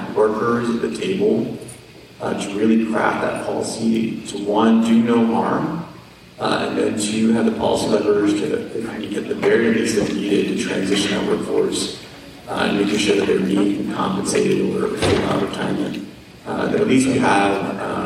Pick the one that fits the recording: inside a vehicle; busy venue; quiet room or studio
busy venue